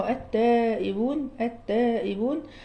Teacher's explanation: دي لام شمسية فأدغمت في التاء